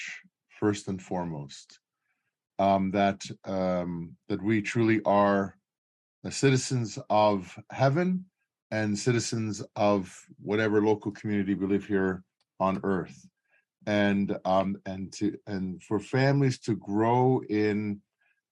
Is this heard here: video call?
yes